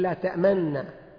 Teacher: مع الإشمام، يضم يشير إلى الضمة